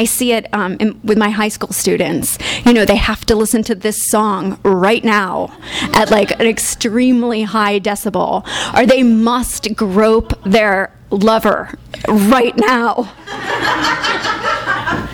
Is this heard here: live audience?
yes